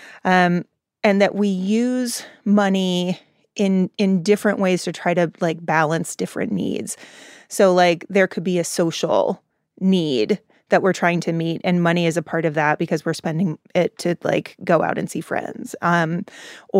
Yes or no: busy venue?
no